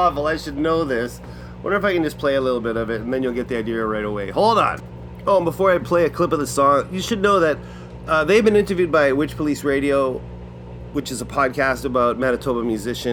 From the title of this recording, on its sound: LIVE AT THE TAPHOUSE.